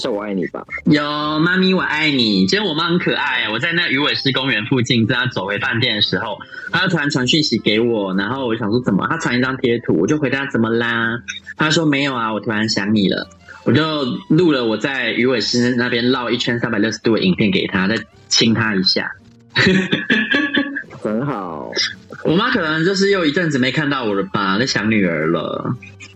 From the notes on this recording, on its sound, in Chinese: 遠赴新加坡。電話錄音。由於週間特輯是手機通話錄音的，所以音質比較差，但差得很有風味，好像在跟我們電話連線～。這集用耳機錄音，音質更差了。